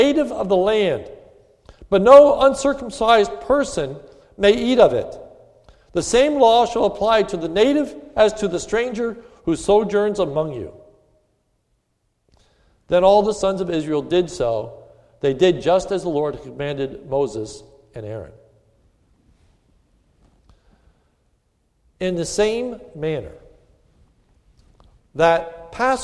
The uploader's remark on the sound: This is a sermon recorded at the Lebanon Bible Fellowship Church, in Lebanon, PA. Was given on the occasion of Maundy Thursday.